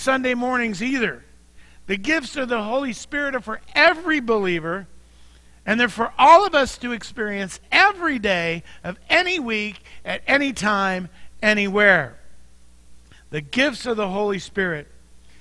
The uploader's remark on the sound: Mt. Zion Church Live!